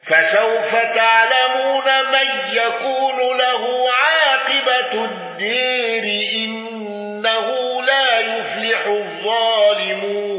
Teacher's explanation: قل يا قوم اعملوا على مكانتكم إني عامل فسوف تعلمون من يكون له عاقبة الدار إنه لا يفلح الظالمون. خلف عن حمزة بترك الغنة